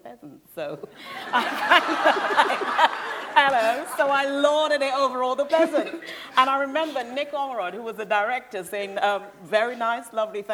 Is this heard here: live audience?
yes